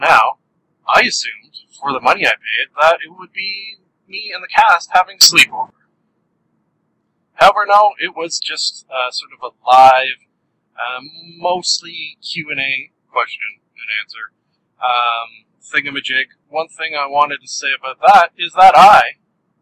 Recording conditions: poor sound quality